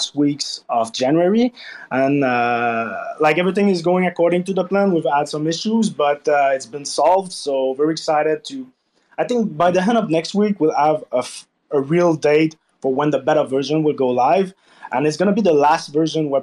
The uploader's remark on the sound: White Whale Community Call. RAC FM Spaces.